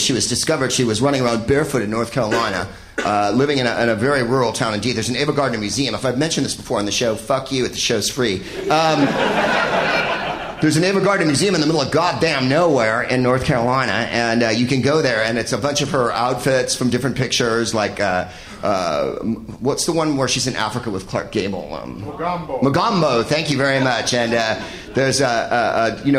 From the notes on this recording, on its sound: Live from Montreal's Just for Laughs Festival